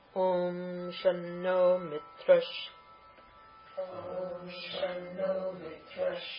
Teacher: The visarga becomes sha because of the sandhi rule of the visarga changing to the sha sound before a sibilant sha.